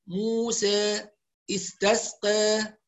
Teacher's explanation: التقليل دايما يكون أقرب إلى الفتح بس أقل، كلمة تقليل يعني فتح مقلل، يعني اللي يفتح فتح محقق موسى، المقلل بقى يعني نقلل الفتح موسى، واللسان يرتفع قليلا من وسطه